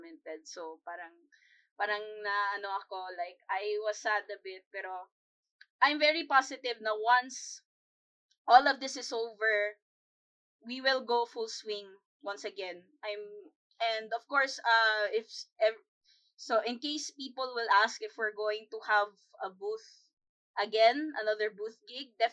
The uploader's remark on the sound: There has been a bit of technical issues in the recording.